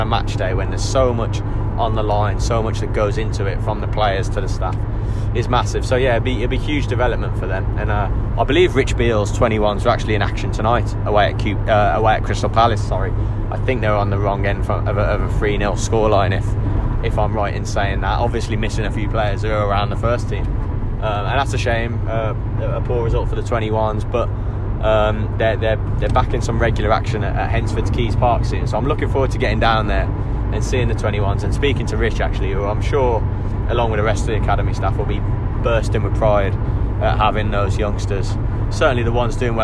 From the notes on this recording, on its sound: In this ramshackled, patched together poddy recorded on the journey back from the CBS Arena.